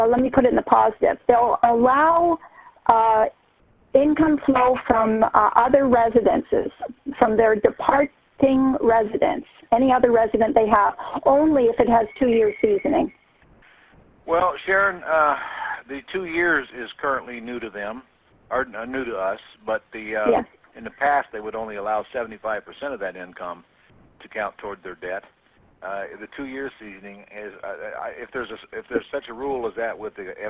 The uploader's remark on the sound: 2014-06-09 Q&A Call